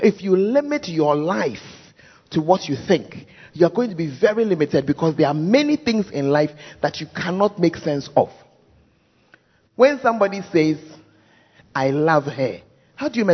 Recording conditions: large echoing room